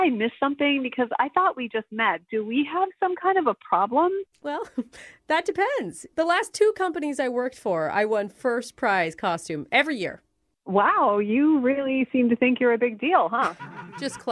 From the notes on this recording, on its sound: Phone Tap.